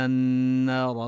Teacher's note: وبلفظة النار تدغم اللام في النون، نمد المد الطبيعي للألف ونفخم الراء.